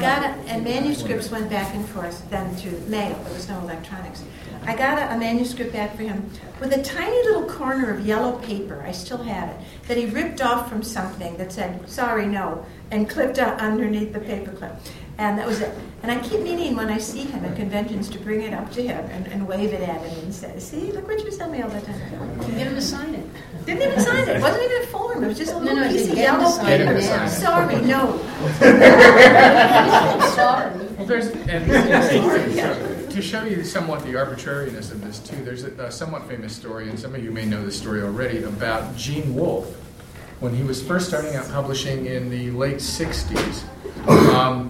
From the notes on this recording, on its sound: ICON panel. This panel at ICON in Cedar Rapids, IA, 2013.